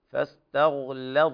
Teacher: العناية بترقيق اللام نظرا لمجاورتها حرف من حروف الاستعلاء